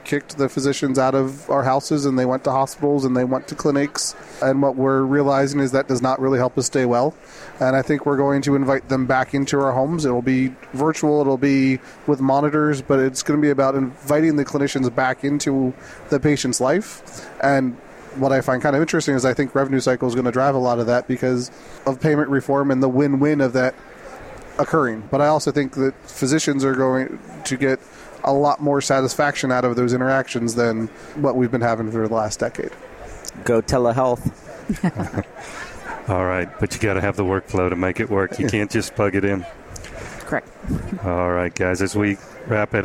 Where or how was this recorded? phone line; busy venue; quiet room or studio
busy venue